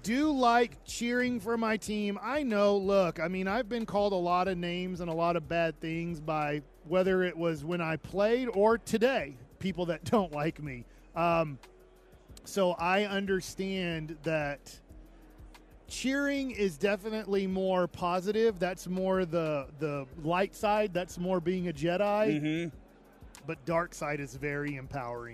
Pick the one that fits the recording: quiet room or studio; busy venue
busy venue